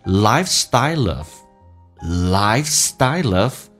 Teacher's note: L 这个发音跟 of 形成个连音